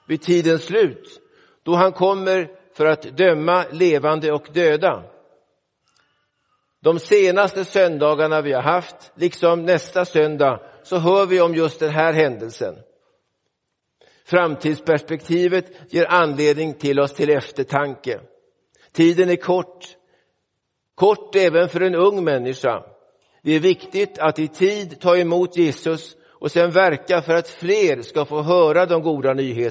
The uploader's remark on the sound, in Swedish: Inspelad i Roseniuskyrkan den 3 december 2023.